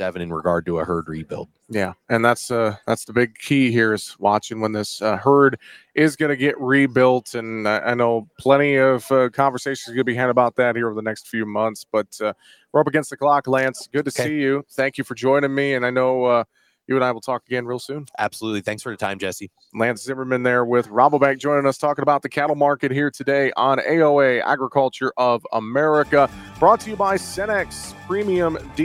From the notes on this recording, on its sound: we broadcast live from the NAFB Convention in Kansas City